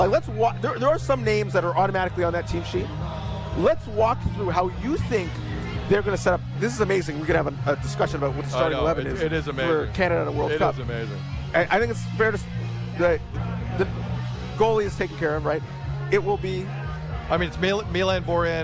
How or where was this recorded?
busy venue